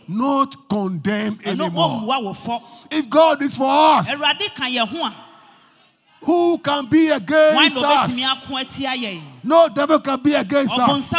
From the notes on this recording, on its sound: Preached at LCC Goshen